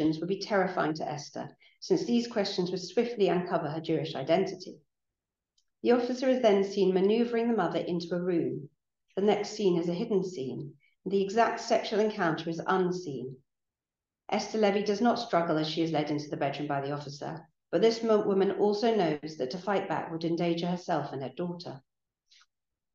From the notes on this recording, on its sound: Lecture recorded at Senate House, Malet St, London WC1E 7HU